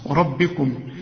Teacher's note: ربكم ادي الميم اللي تقفل فيها شفايفك اللي عليها السكون